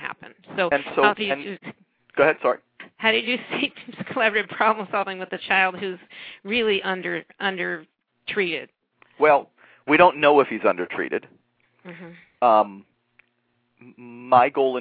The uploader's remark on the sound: A special education teacher called